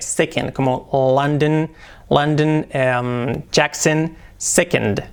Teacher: Second, casi una E. Las palabras acabadas en O-N, prácticamente una E.